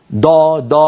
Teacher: مهما حاول أن يفخم لن يخرج معه ضاد، بل ستخرج معه دال مفخمة